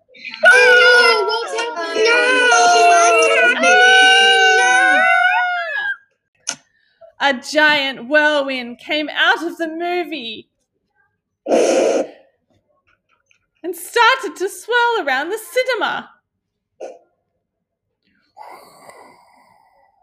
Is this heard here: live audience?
no